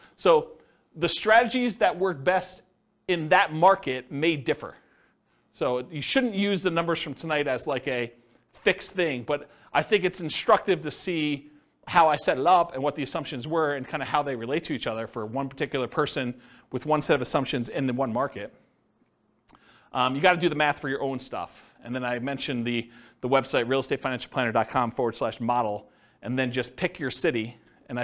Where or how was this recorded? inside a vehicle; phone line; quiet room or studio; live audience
live audience